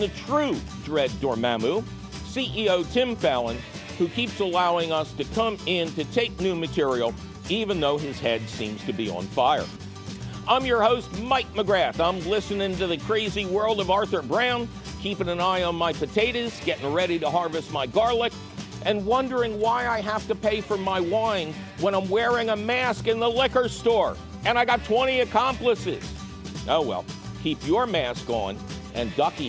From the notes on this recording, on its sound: your Fabulous Phone Calls!